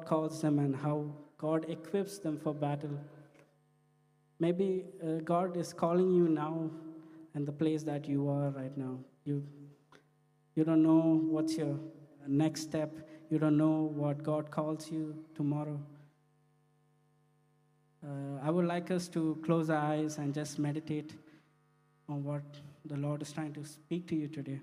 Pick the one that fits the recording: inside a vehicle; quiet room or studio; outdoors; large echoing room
large echoing room